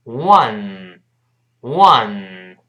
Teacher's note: thismattress，就这个床垫怎么了呢？注意那个 t h i s 读成 this。t h 发嗯嗯嗯，还是舌头吐出来一丁丁点儿，声带震动。后面 this one 不要读 one，有人读 one two three 不对啊，不是 one，是 w w 双唇碰撞再分开，然后发啊 n 再走鼻音